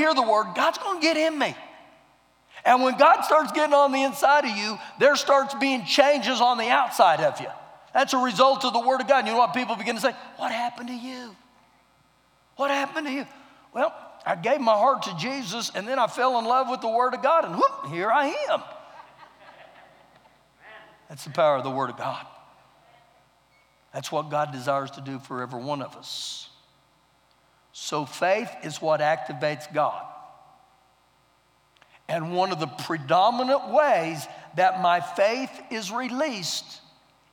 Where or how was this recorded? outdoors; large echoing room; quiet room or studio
large echoing room